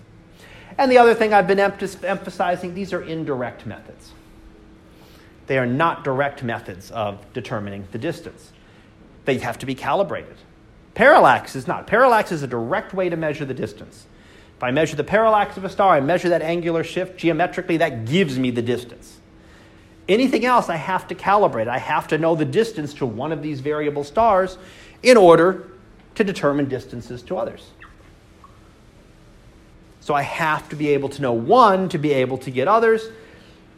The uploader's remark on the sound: Live Class Lecture